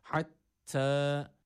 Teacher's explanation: Burada H harfi yok. Burada boğaz harfi olan H var. Dolayısıyla boğazımızı burada yine sıkıyoruz ve bu harfi çıkartmaya çalışıyoruz. Hatta. Evet, bir elif miktarı şeddeli olan T'yi de uzatmış olduk.